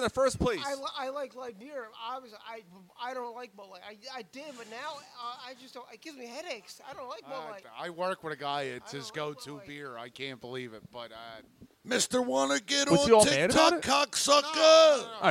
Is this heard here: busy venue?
yes